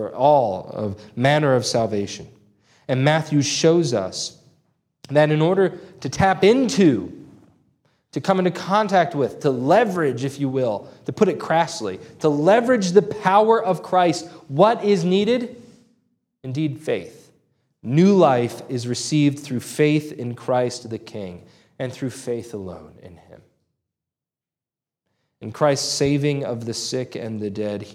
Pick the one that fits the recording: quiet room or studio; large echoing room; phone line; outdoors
large echoing room